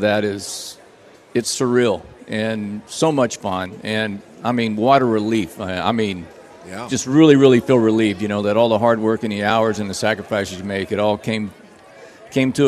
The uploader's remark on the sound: live from the Texas Rangers Toy Drive